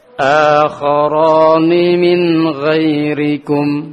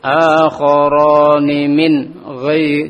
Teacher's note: آخران من غي، jangan diputus seperti itu, tapi tetap ada dengung dan mengalir ke ghain. آخران من غيركم Mulai. · Term: idhar pada ghain